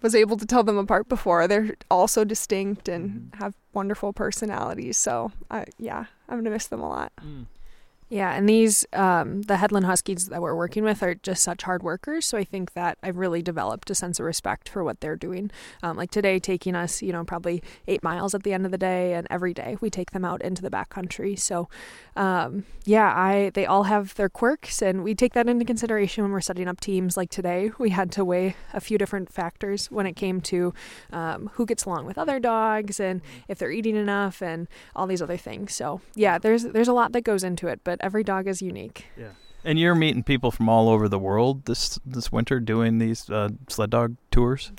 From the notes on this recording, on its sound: We hear about their BWCA adventure in a recording inside the wilderness.